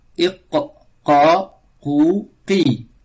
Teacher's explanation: la langue en arrière, elle frappe sur le palais mou